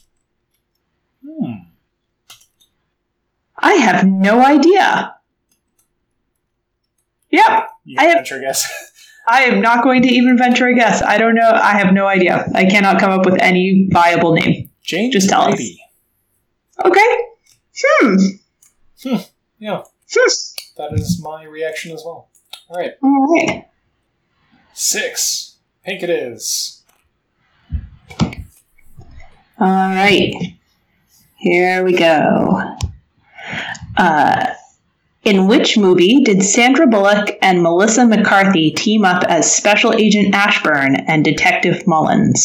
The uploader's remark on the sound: The audio quality is lower than normal